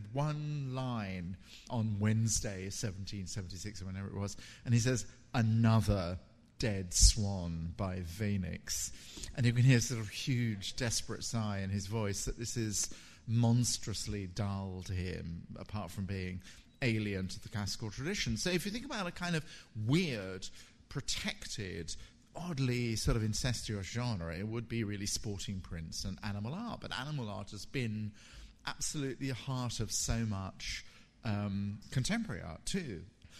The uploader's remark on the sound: in this recording of his FT Frieze week lecture